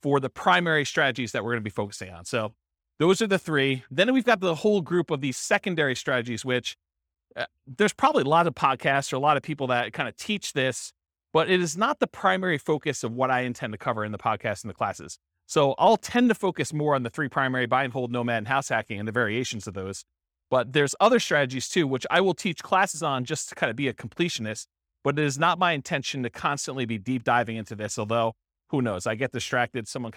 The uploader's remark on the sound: This was a live class recorded